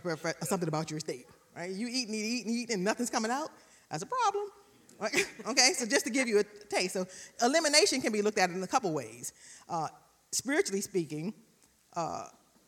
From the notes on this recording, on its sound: recorded live on April 24, 2022 at Newark United Pentecostal Church